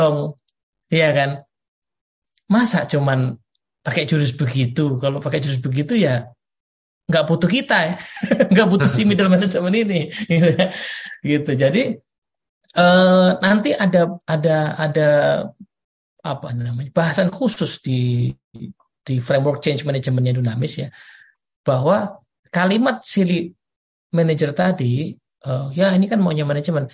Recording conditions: video call